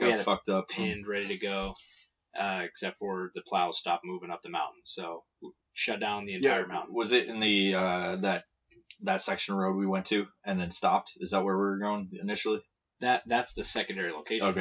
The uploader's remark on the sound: please excuse the poor audio quality